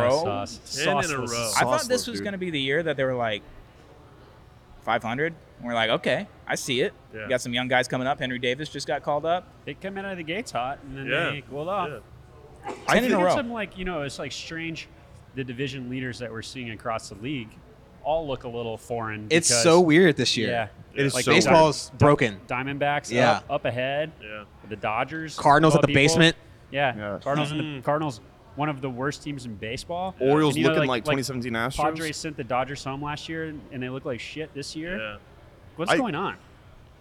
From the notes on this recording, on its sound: In this episode, the boys are live at Houston TX Hot Chicken